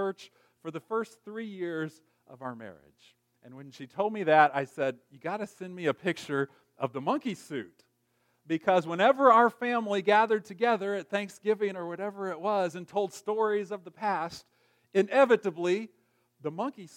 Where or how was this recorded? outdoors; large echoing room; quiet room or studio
large echoing room